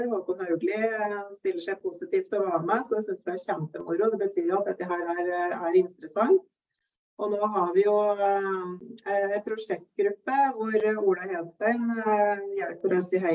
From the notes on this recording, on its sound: Live Zoom.